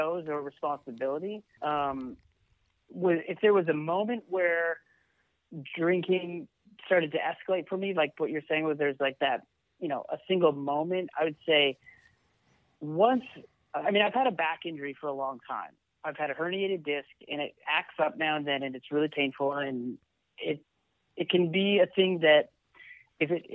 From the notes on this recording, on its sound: joins 'The Green Room' podcast on the phone in LA